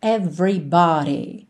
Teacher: a gente não reproduz os fonemas de todas as letras que a gente vê escritas ali, certo? Esse E que vem depois do V não aparece. Você não vai dizer everybody, ok?